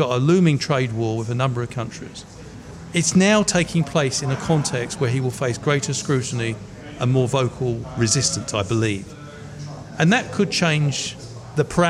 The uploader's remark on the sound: Broadcast live from Ombrellitos